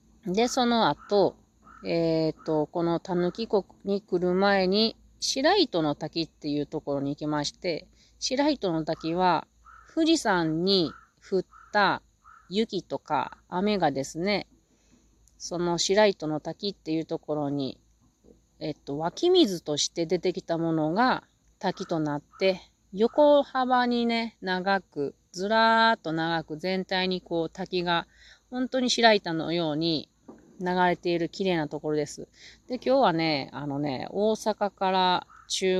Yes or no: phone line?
no